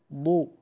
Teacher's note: حقق حرف الضاد حتى لا يخرج عن كيفيته وينتقل إلى الذال المفخمة